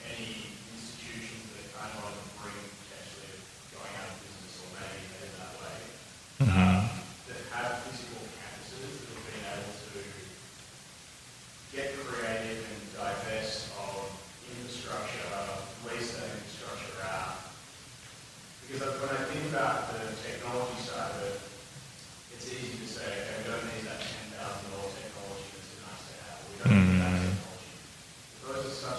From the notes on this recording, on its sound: This special live episode of the podcast was recorded on stage at SXSW EDU 2023 in Austin, Texas.